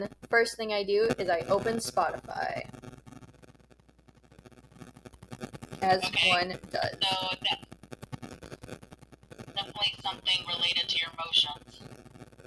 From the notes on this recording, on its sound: The audio is really annoying on this one.